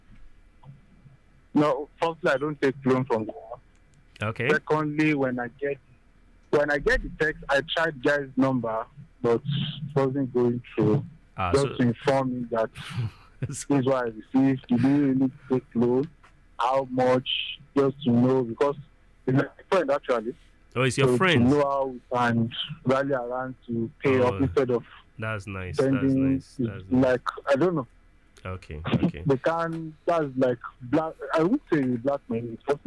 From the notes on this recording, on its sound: Live Session. This episode also samples feedback from a live audience via phone calls.